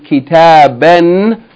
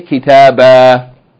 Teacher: And that aleph is to tell us, if we stop on that word, we're going to pronounce it as though the fathatain, instead of pronouncing it A-N, we're going to pronounce it A, being elongated by aleph · Shown in: second take · So it's going to be an elongation.